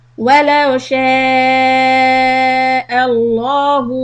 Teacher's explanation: When you say the sha, then the hamza sound should be separate from it.